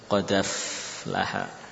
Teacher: Hamzahnya hilang. Tadi harokat fathahnya pindah ke dal. Qad af menjadi qadaf laha. · Term: naql